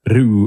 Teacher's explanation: It's also sort of like a D sound. It's like a ru, like not a rolled R